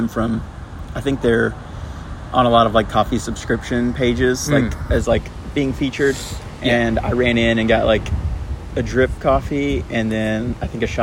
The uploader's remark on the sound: On a little visit to DFW the boys met up at Pax and Beneficia coffee in Irving Texas. Though some background noise.